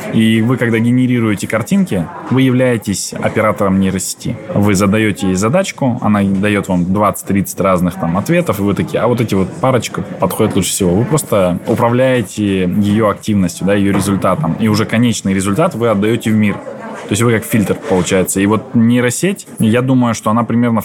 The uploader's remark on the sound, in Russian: Выпуск подкаста мы записали на форуме министров образования в Казани.